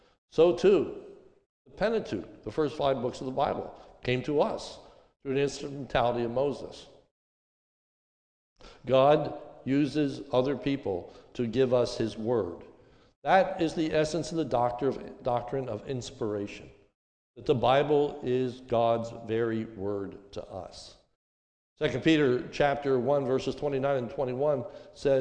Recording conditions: large echoing room